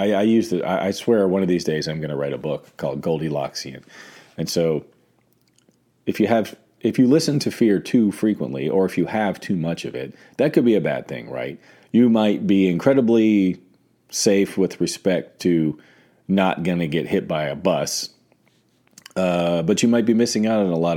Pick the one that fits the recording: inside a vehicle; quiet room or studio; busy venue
quiet room or studio